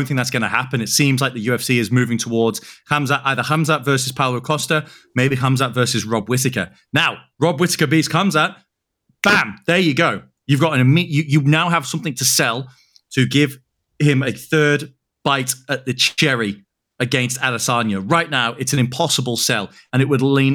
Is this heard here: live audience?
no